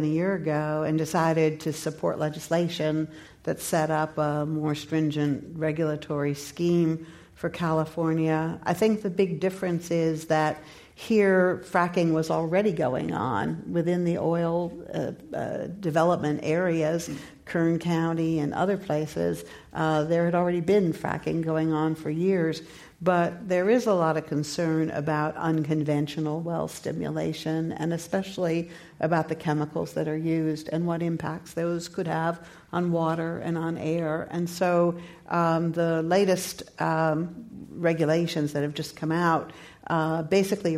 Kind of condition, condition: setting, live audience